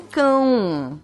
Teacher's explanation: não vai ter mais o M final e vai mudar pro nosso cão, que é só nasalizado